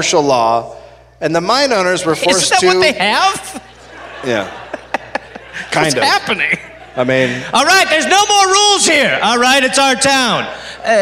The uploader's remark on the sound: Live from the Oriental Theater in Denver, Colorado.